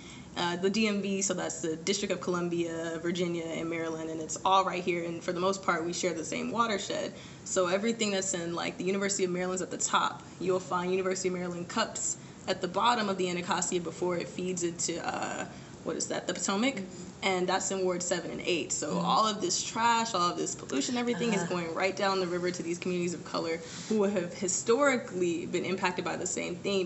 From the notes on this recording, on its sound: We were speaking together during a break at a Smithsonian conference for Women Environmental Leaders.